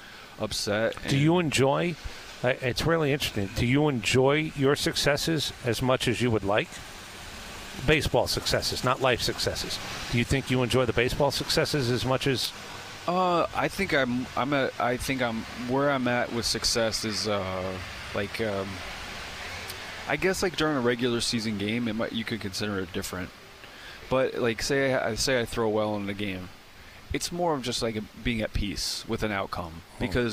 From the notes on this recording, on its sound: at 2024 Braves Fan Fest